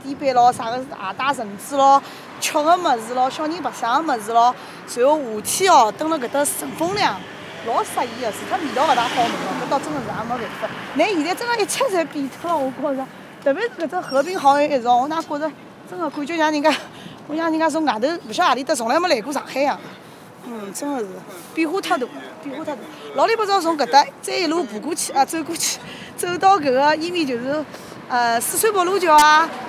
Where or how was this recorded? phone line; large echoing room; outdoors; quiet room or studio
outdoors